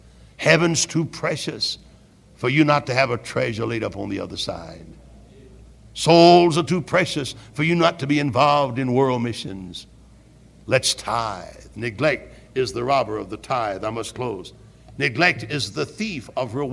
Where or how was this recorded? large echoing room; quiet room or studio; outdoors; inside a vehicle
large echoing room